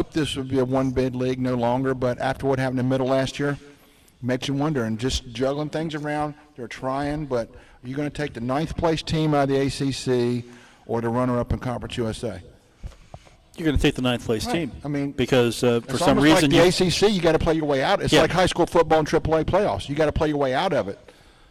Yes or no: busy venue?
yes